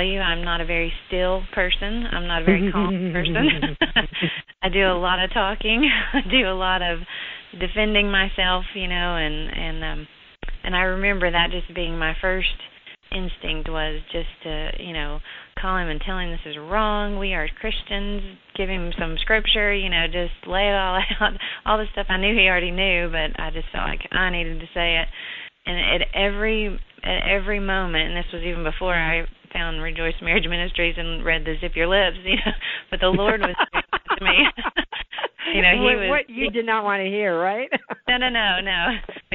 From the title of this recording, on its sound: CONFERENCE CALL